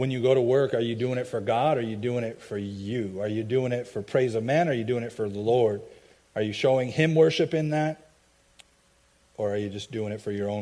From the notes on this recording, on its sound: i preached at my home church